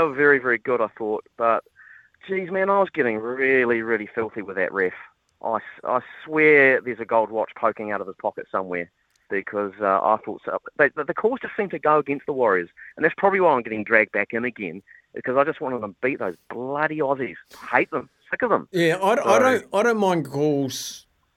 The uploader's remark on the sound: Hits the phone and text lines to talk to the listeners.